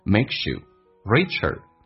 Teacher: 而且 you 用降调读 makes youricher